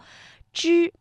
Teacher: 发音的时候舌尖是上翘的，顶住硬腭前部